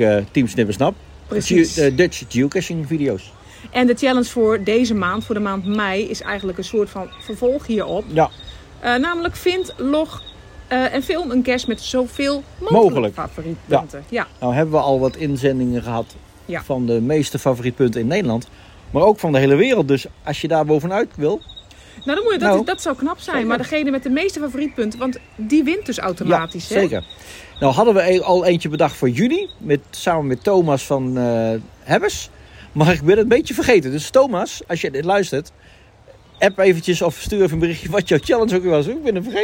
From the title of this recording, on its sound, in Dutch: Live Vanuit De Efteling